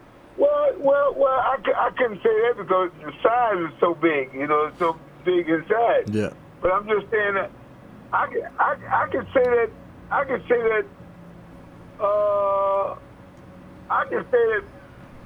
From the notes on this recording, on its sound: Joined in studio. On the phone.